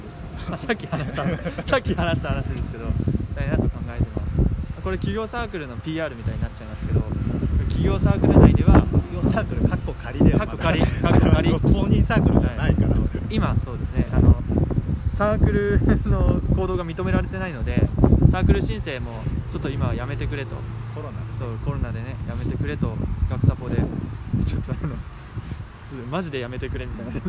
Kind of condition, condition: fault, wind noise